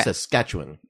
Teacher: It's a lot less accent on the first syllable.